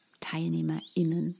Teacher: der Glottisschlag, das ist ja die Pause bei dem Wort TeilnehmerInnen zum Beispiel